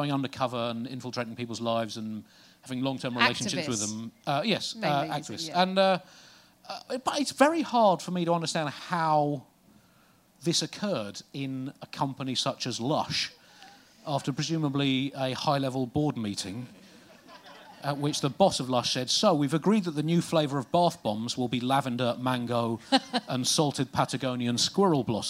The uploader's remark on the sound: Recorded live at Underbelly Festival in London